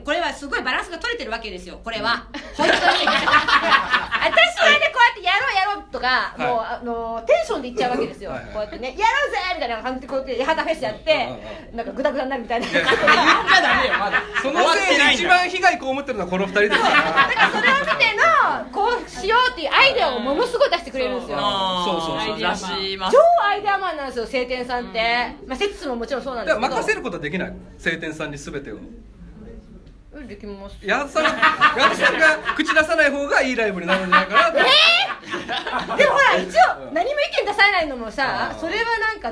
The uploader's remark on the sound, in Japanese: 八幡フェス vol.0 内で行われた当番組の公開収録。